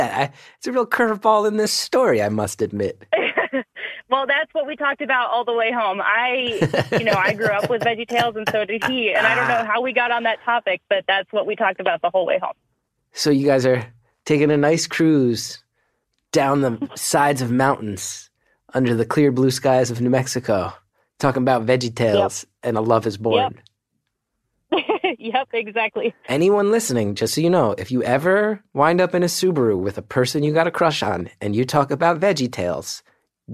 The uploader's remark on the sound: It's just a three-way phone call, but this week's callers are a married couple.